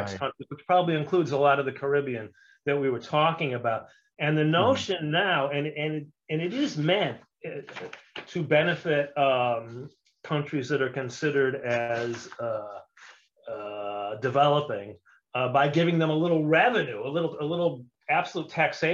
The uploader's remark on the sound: For those joining us on Zoom. Welcome to another live stream from us at HTJ.tax.